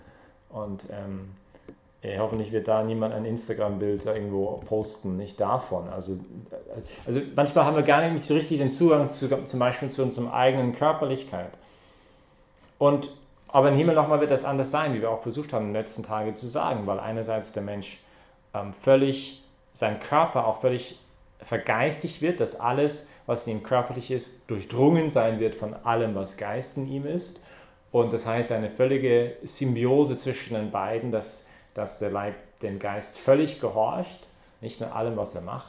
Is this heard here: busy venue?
no